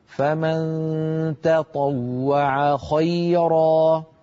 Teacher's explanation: مر معنا في هذه الصفحة قوله تعالى في الآية 84 فمن تطوع تطا، هنا التقى في النطق تاء وطاء، والتاء والطاء من المخرج نفسه، فإن لم ننتبه قد تتفخم لمجاورتها للطاء. الفم أسهل عليه أن يقول تطوع، فمن تطوع يجد ذلك سهلا، لكن علينا أن نرقق التاء ونفخم الطاء هكذا، فمن تطوع خيرا.